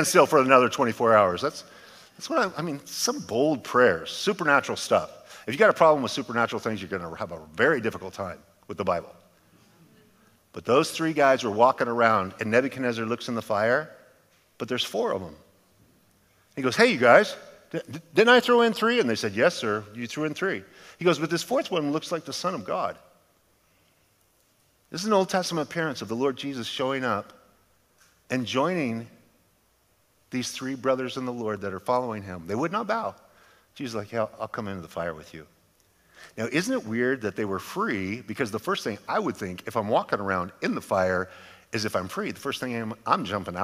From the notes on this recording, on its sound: a sermon delivered as part of The Beginning and The End Series at Godspeak Calvary Chapel in Newbury Park, California on July 29, 2023